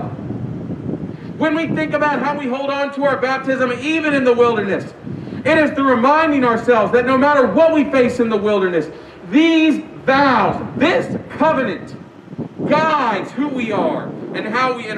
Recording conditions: outdoors